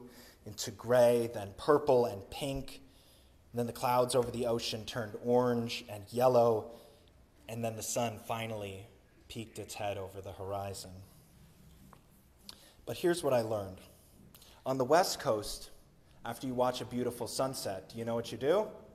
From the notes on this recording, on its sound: Sermon recorded on Easter Sunday, April 9, 2023.